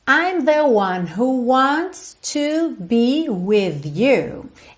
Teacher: Esse T do wants até aparece, mas é bem sutil, tá?